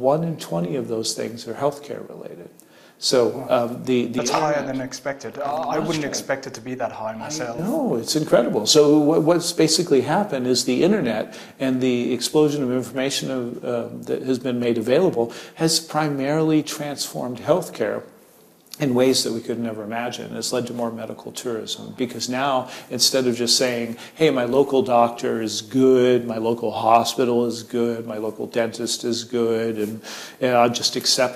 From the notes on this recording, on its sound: The interview took place at the Liberty International World Conference 2018 in Krakow.